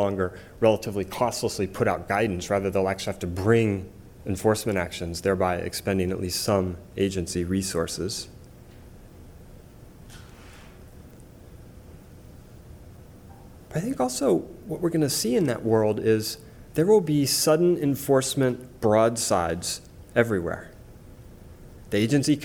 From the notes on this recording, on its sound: The following is taken from the Regulation and Rule of Law working group, Conference on the Role of Executive Power and Discretion Under the Rule of Law.